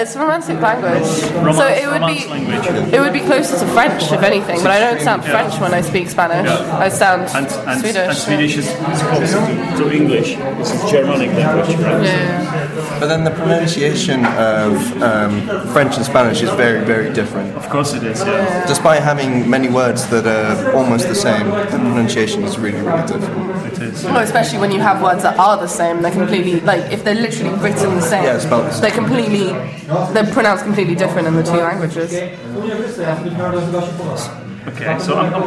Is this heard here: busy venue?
yes